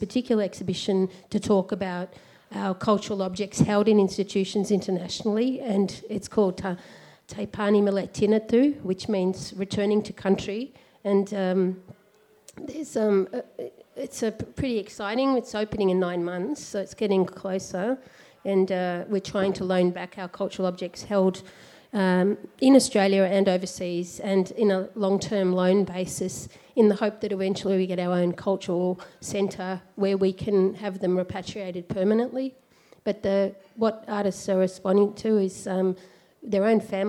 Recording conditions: live audience